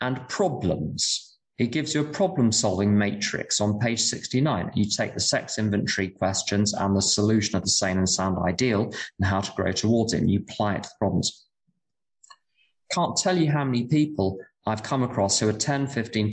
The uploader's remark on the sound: Speaking in Berlin at the Friendly Circle Group. This event is live and on Zoom.